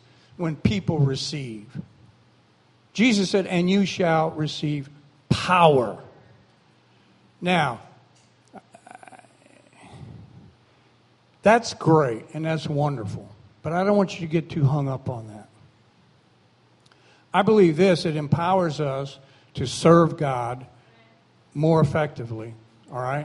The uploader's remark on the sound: recorded on August 13, 2017, during Sunday morning service at Celebration Life Family Church